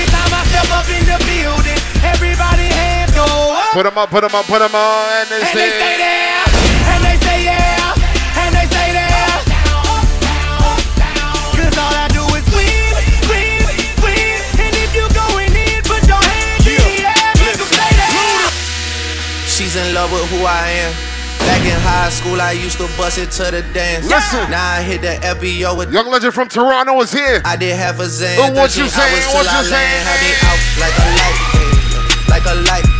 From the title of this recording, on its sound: ZEN 4 YEAR ANNIVERSARY PARTY - HAMILTON - LIVE AUDIO